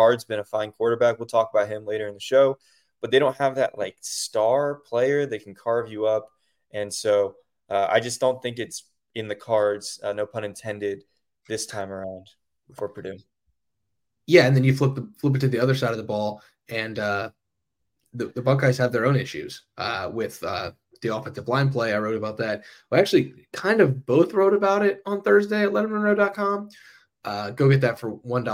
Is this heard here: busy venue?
no